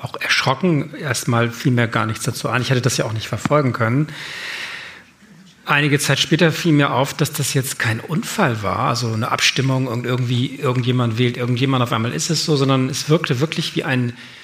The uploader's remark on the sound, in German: Der Live-Podcast im Grand Hotel Elysée. Und zwar im ersten Live-Podcast des Jahres.